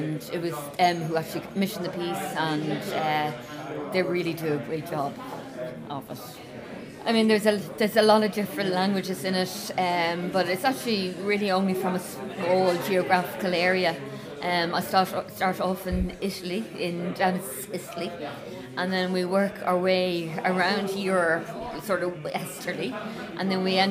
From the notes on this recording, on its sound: What? ... Wow Festival: Public masterclass. Audio from the masterclass held as part of New Music Dublin’s 'What?